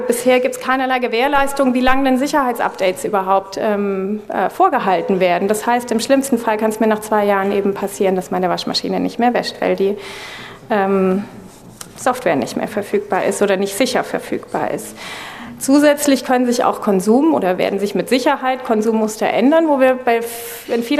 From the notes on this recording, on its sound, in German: Wollen wir gemeinsam mit dem Publikum diskutieren.